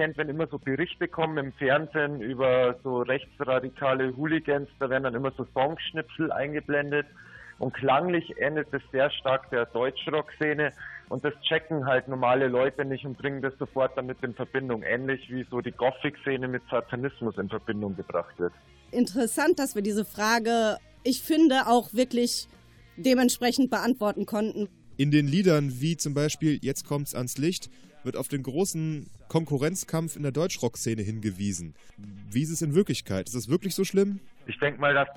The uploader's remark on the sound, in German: Zum Interview am Telefon